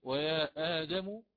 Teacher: ويا آدم، عندنا مد منفصل فيه الإشباع، ثم آدم عندنا هنا مد بدل، والبدل فيه ثلاثة البدل مثل ما أخذنا.